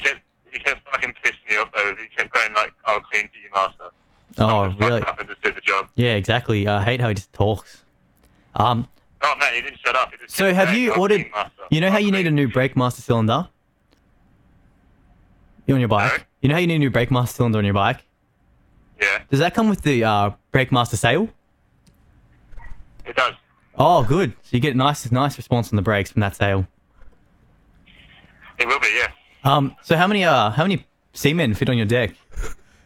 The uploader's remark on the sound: An excerpt clip of the phone call to our Captain, pilot of the HMAS ZX7R.